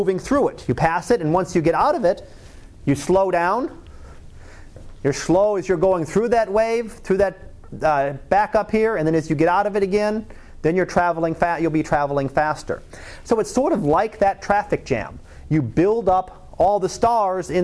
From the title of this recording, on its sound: Live Class Lecture